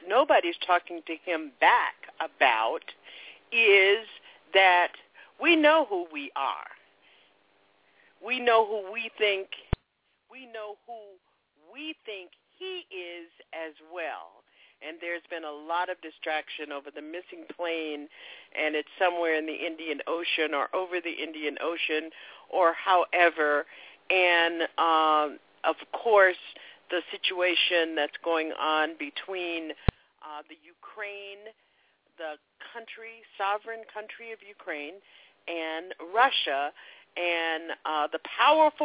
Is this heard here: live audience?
no